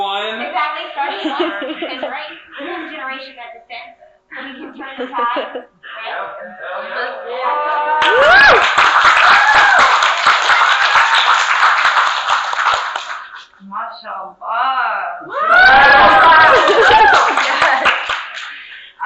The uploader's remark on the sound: session recorded at Socialism 2022